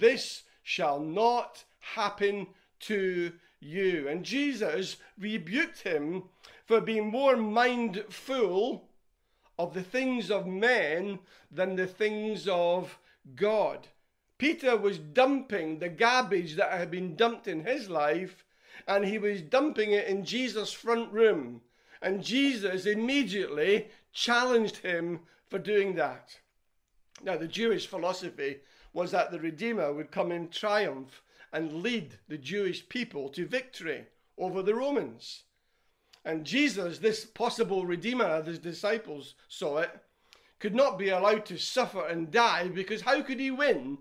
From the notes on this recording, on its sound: Recorded at freedomcentre church, Preston on Sunday 28th June 2020